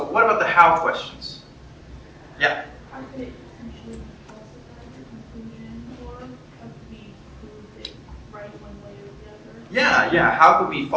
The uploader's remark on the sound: Columbus, Ohio. My presentation for the Secular Student Alliance Convention 2018!